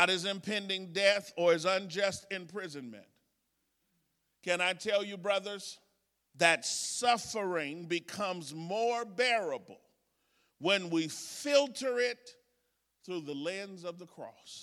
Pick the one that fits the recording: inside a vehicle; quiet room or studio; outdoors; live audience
live audience